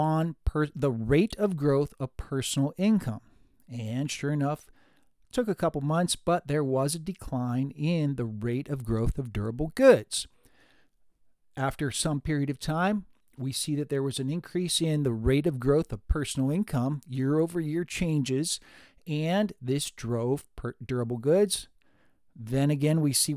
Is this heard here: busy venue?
no